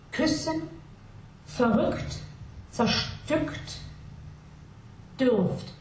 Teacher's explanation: And because we don't have the closed one in here, I thought this was a good piece to talk about the open, what's in the phonetic letter is a capital Y. It's you're saying an open I with your tongue and saying U with your lips · Term: open Ü